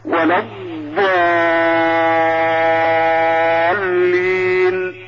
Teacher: الضاد هنا فيها رخاوة، ما أحدش قال إنها شديدة